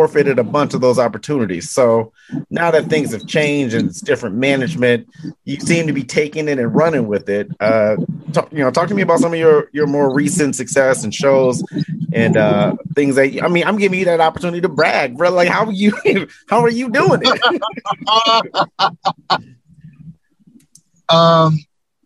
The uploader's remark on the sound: while he's driving to California